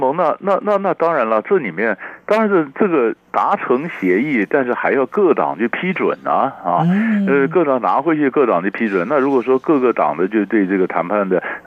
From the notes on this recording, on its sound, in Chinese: 連線訪問